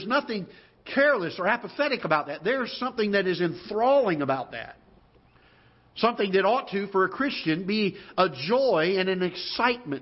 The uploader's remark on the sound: Ketha Heights Baptist Church ~ Live Broadcast